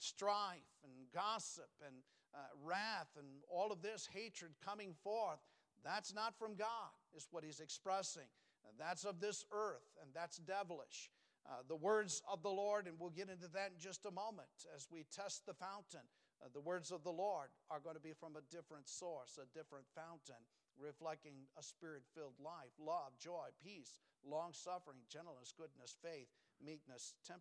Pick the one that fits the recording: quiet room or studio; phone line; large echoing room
large echoing room